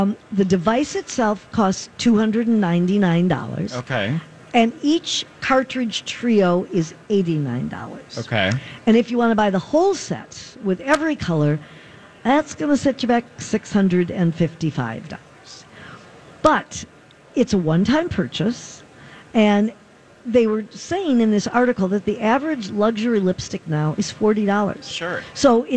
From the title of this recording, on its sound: Live at Minnesota Golf Show